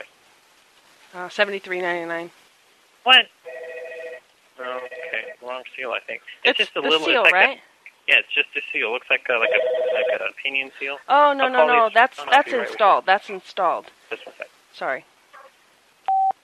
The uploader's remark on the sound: Prank Phone Calls Collection